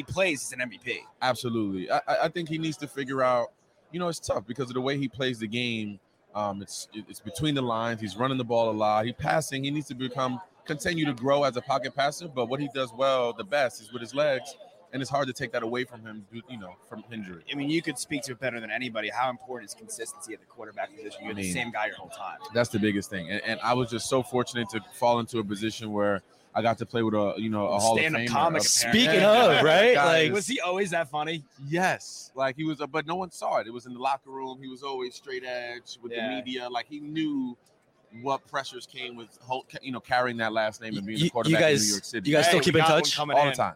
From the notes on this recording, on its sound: Live from Radio Row